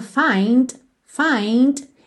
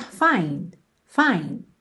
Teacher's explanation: a palavra find pode aparecer com esse Dzinho final bem marcadinho · Shown in: first take · find, find, e também pode aparecer find, find, ok?